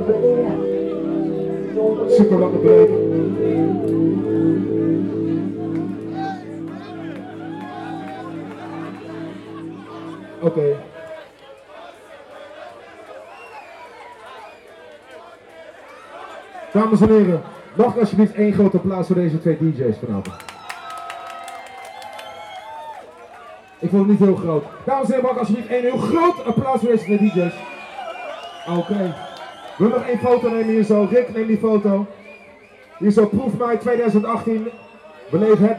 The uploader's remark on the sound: Live at ProefMei 2018